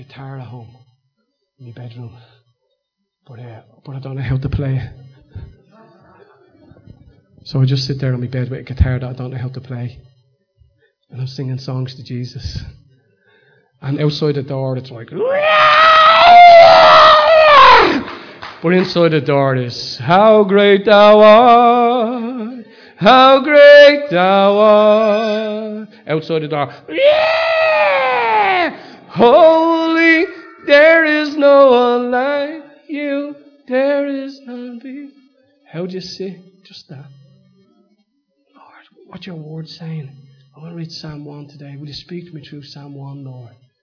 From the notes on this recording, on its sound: Recorded live at Liberty Church on 3rd March 2019